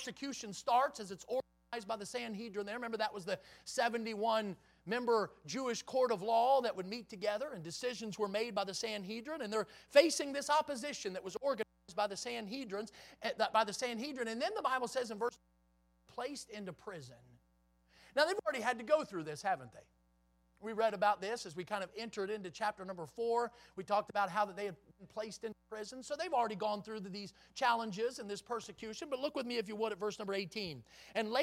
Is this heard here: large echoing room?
yes